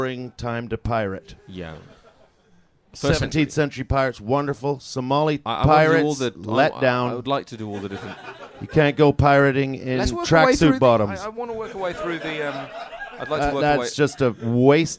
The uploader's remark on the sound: In the third episode to be recorded at the Edinburgh Festival Fringe, we again take questions from the audience.